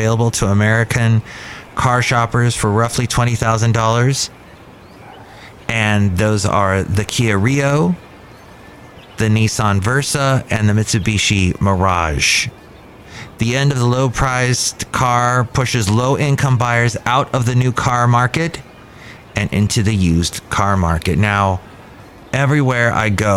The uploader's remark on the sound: podcasts live from Cafe Anyway